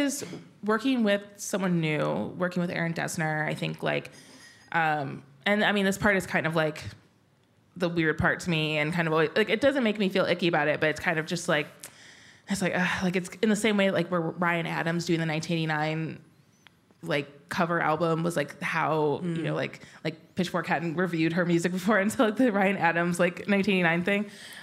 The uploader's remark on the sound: This event was recorded on Tuesday 13 February 2024 at The Wheeler Centre.